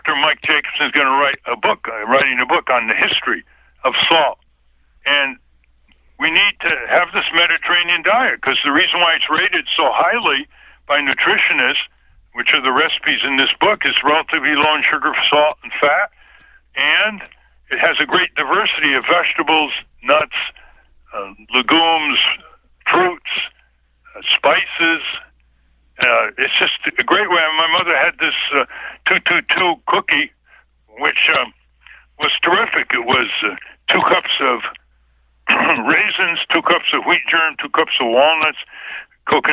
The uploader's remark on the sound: called into the show on June 10, 2020